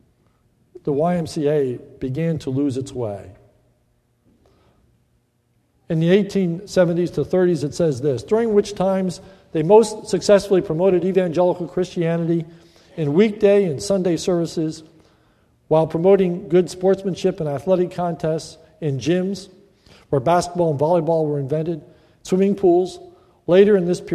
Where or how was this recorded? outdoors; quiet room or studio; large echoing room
large echoing room